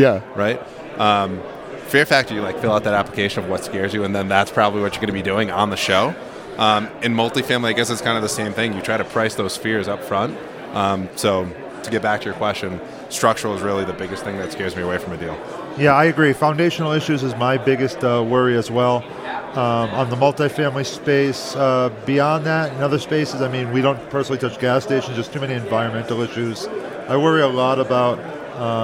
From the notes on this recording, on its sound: Recorded live from the Best Ever Conference in Keystone, Colorado.